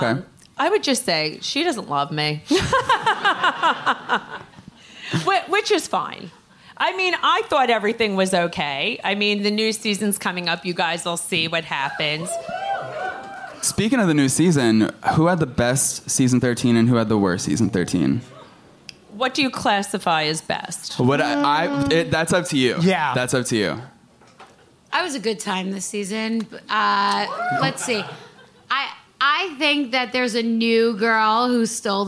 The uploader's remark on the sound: Took the stage in NYC at City Winery for our very special live "Virtual Reali-tea" event. Sat down with a live audience.